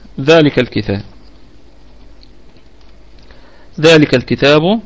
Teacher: ذلك الكلمة كلها مرققة، والذال فيها مد طبيعي وصلا وقفا، ذلك نقف عليها بوجه واحد بالسكون، والكاف نراعي فيها الهمس في حالة الوقف، وفيها وجه واحد فقط بالسكون، ذلك، ذلك، هكذا.